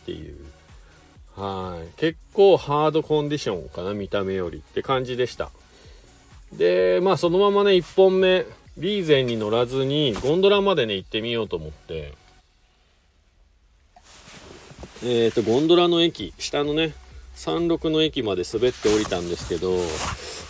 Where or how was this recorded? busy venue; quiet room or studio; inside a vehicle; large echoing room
inside a vehicle